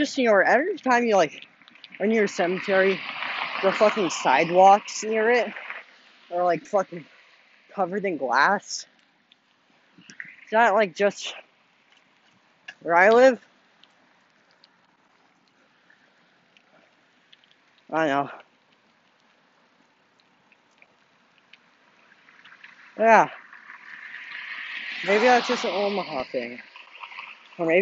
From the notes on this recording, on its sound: while biking home and just rambling